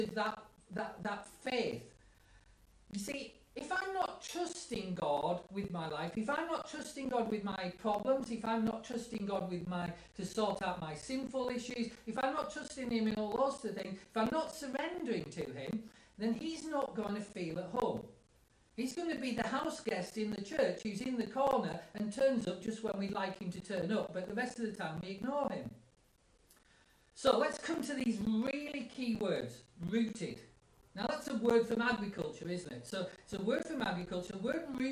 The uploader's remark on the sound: house church live feed